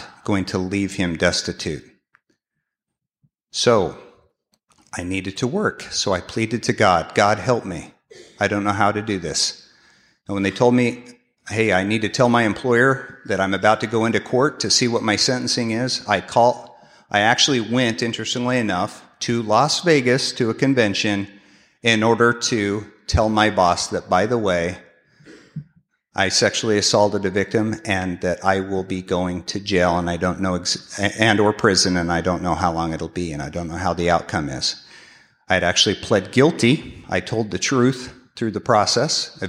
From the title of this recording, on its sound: 2016 San Diego Conference Keynote Speaker